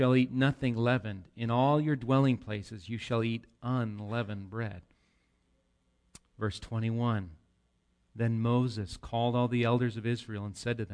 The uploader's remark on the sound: Recorded live at Bethany Bible Church on 8/19/18